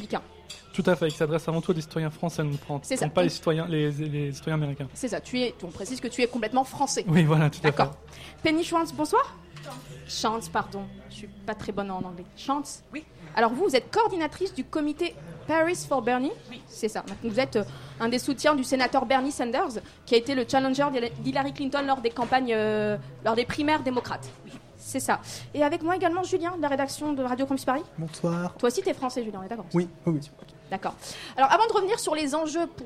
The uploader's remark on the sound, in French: La Matinale de 19h vous proposait une émission spéciale élections américaines, en public et en direct au Coffee Club à Paris.